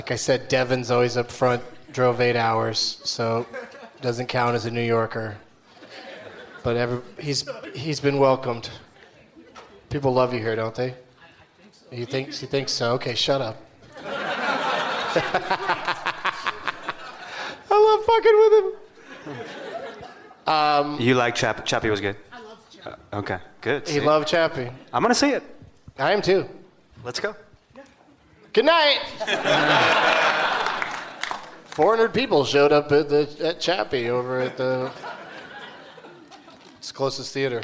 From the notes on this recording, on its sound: Live from the Gramercy Theatre in New York City